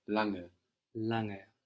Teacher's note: this N-G that is falling on the end of the syllable is like the English I-N-G, lange. We don't have a hard G sound.